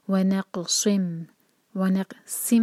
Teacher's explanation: جا سکتا ہے پھر آگے ہے ونقصم قوف پر قلقلہ اور صاد کو سین کی طرح لائٹ نہ پڑھیں صاد ہیوی کر کے پڑھیے گا